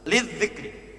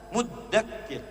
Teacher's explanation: Tapi ketika mengajak kita, meminta kita untuk mulai menghafaz, zalnya berubah menjadi dal. Muddakir, pakai tasydid.